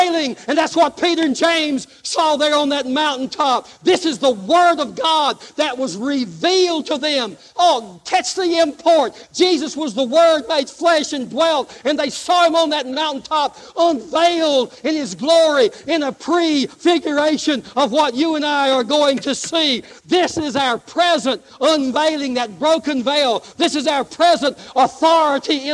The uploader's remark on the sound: Live Service